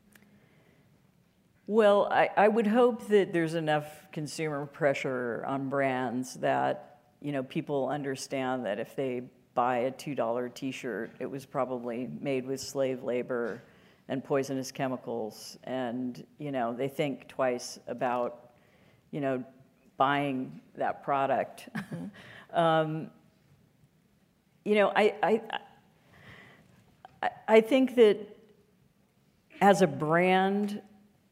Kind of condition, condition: setting, live audience